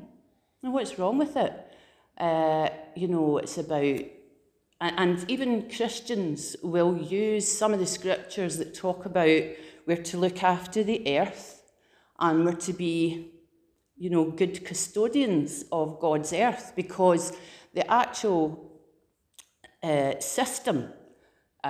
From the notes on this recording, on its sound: Preached at Living Fountain 31st October 2021